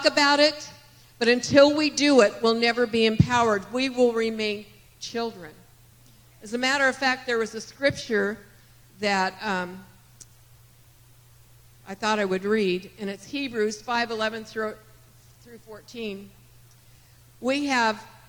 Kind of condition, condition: setting, large echoing room